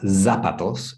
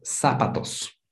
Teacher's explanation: the Z is pronounced like an S · Shown in: second take · sa. So a lot of people say zapatos, z, but it's not zapatos; it's sa, like an S, zapatos.